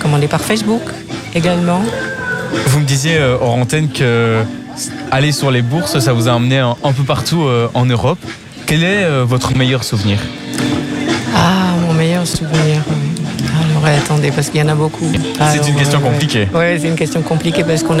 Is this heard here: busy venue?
yes